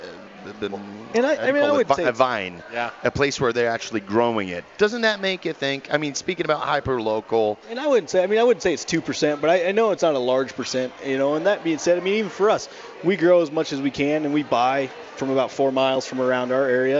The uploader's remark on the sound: Stomping grapes in Denver Colorado! LIVE! Live in LIBERATI restaurant & brewery.